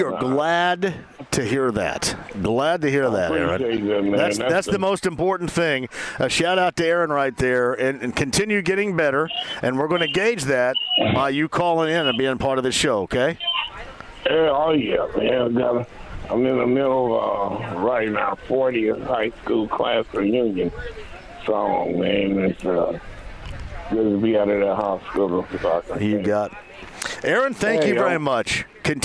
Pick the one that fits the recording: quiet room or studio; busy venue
busy venue